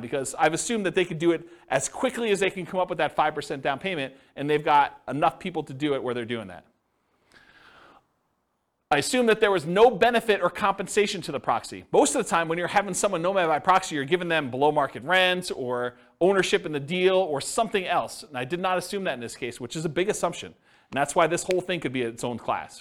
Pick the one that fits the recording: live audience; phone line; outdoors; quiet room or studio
live audience